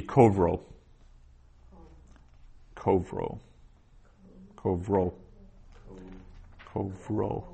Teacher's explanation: the accent is on the ro, and that makes the cove a short unaccented syllable